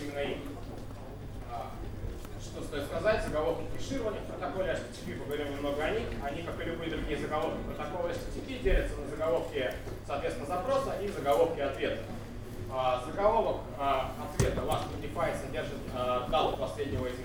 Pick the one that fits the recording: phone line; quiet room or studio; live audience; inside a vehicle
live audience